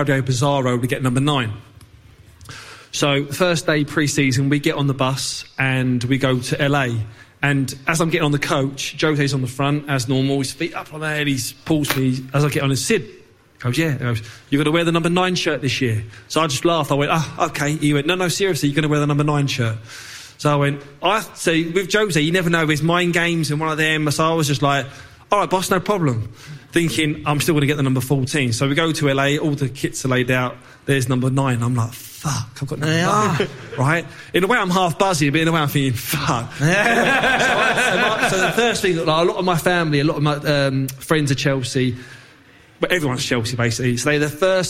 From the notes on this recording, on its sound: Live Show. They test their knowledge with a pub quiz, FaceTime some of their famous friends and answer questions from the audience in this end of season All To Play For extravaganza.